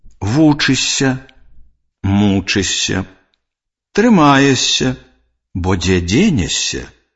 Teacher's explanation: Спалучэнні ш с ж с паміж галоснымі вымаўляюцца як падоўжаны мяккі с.